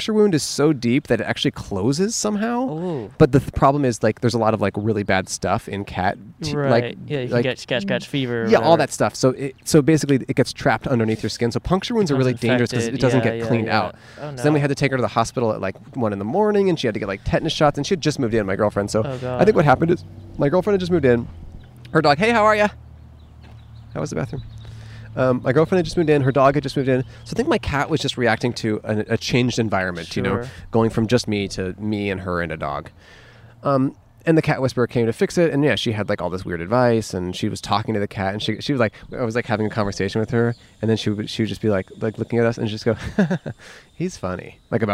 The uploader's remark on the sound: Outside A Public Restroom. Recorded on 5/15/21 in Griffith Park, Los Angeles.